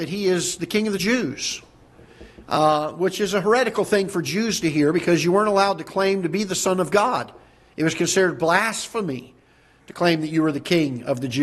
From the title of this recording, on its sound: Ketha Heights Baptist Church ~ Live Broadcast